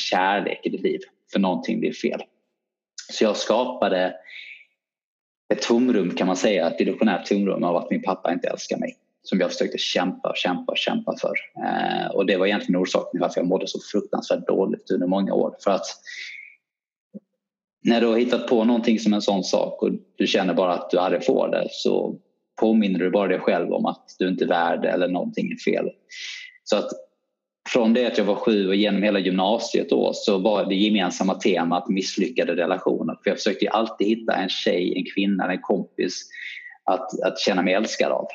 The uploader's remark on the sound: Her i samtale via en Skype call fra Sverige. Lyden bærer litt preg av avstanden.